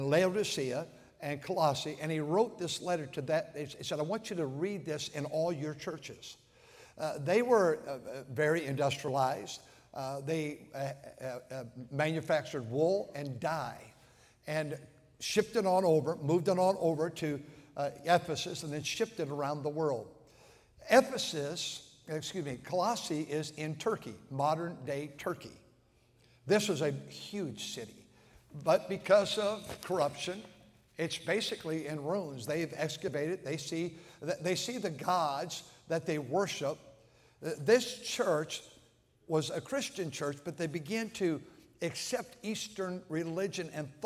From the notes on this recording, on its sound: at North Valley Baptist Church in Santa Clara, California, during the Sunday Morning service